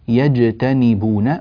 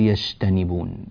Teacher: ننبه إلى تعطيش الجيم يعني إعطائها حقها من الشدة · Shown in: first take · Term: جيم شديدة